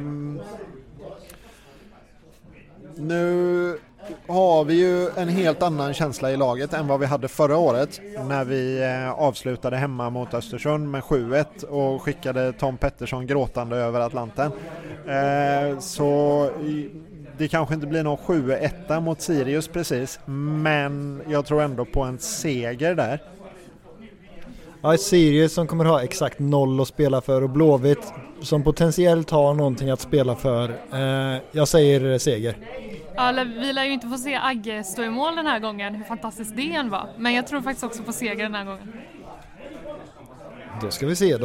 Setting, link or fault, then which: setting, busy venue